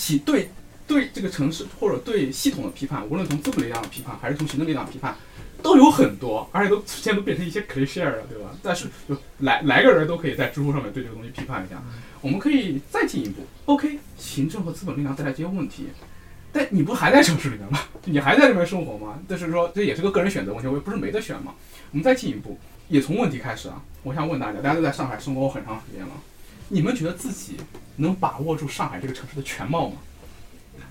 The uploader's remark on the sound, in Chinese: 这是一期非常放松的谈话，录音环境稍有嘈杂。